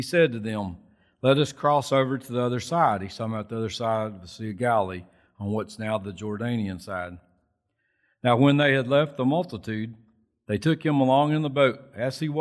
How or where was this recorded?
large echoing room